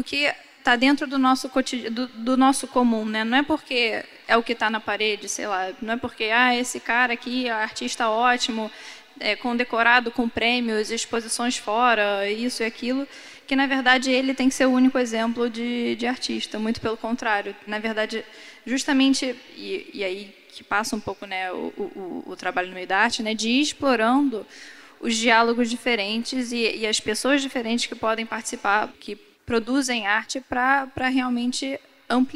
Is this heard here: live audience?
yes